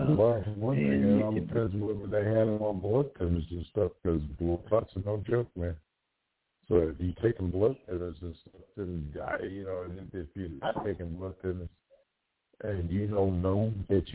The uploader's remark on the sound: TALK RADIO TONIGHT! LIVE CALL.